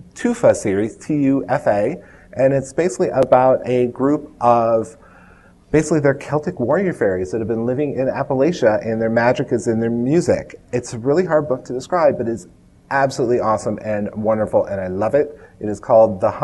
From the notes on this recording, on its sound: joined us in front of a live audience at Westercon 67